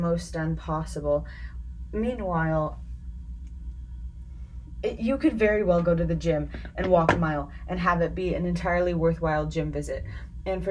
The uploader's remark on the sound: Forewarning the audio is a bit rough, I recommend listening at a faster pace so that the clanks and stuff blend in a little better.